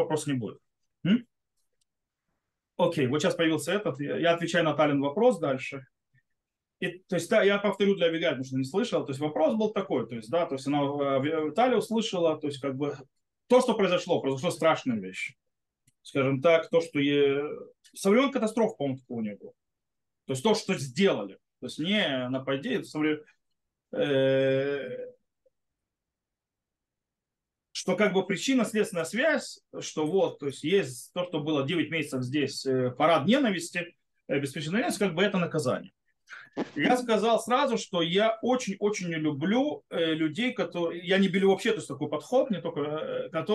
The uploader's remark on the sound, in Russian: Запись зум-встречи. Запись немного сумбурная, так как больше должны быть беседа, а не урок.